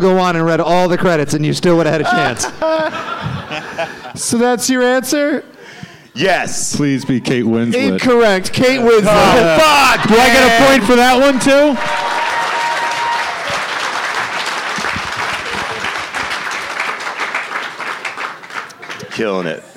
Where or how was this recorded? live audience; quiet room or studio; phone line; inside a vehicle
live audience